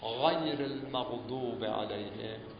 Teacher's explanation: غین باید از ناحیه حلق بیاد.